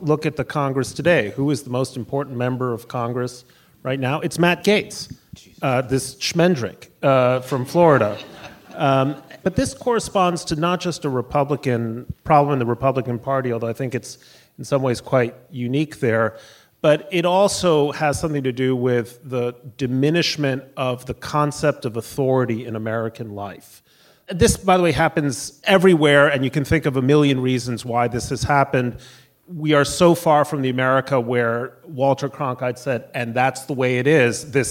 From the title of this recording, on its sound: Live from TribFest